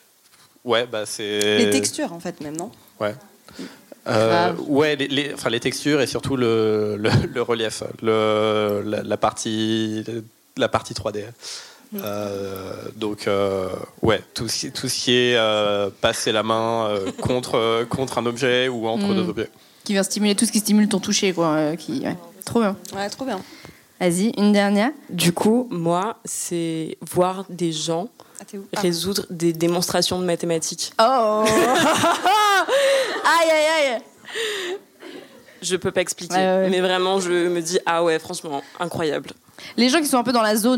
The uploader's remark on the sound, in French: Épisode enregistré en public à l'occasion de la soirée de lancement officiel du jeu Discultons.